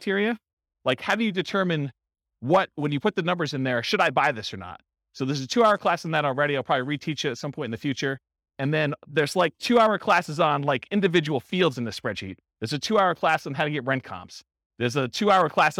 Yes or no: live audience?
yes